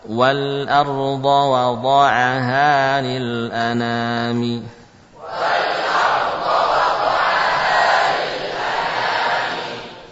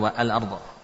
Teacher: Karena hamzah tidak lagi dibutuhkan. Cukup dengan adanya wawu, ya, lam sukun bisa berbunyi. · Shown in: first take